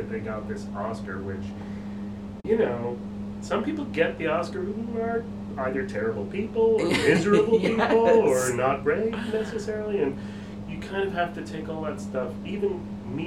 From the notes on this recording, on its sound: Coming at you live from the dressing room at the Ambassador theater. We sat down between shows on a two-show day of Chicago on Broadway.